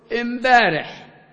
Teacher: وشبيه بهذا ما نقوله في العربية اليوم في بعض لهجاتنا في كلمة البارحة، نقول امبارح. فإم هذه إنما هي أل التعريف التي في العربية وتبدل عند أهل حمير ميما، امبارح يعني البارح، وفي الفصحى طبعا هي البارحة بالتاء. · Term: تبدل أل التعريف ميما